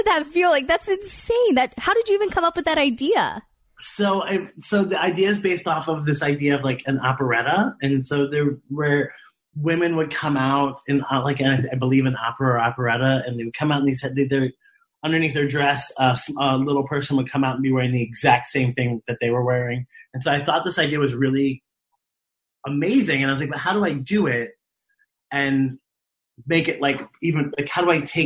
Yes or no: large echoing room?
no